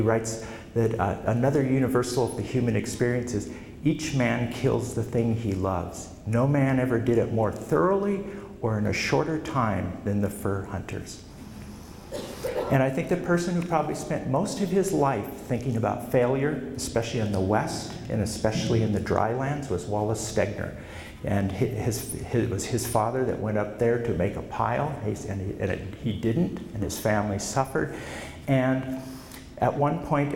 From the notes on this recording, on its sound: Presented at the 2013 Montana History Conference in Sidney.